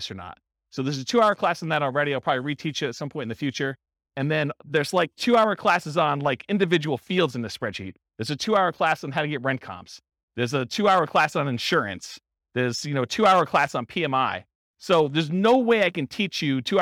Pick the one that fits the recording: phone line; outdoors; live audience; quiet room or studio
live audience